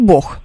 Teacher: Я говорю Бог, у меня там звук Х совершенно точно